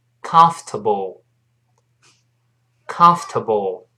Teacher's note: 注意那个 o r 在这里是听不到的，读成 comf